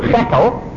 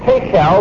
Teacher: The SH or shin has become a T sound.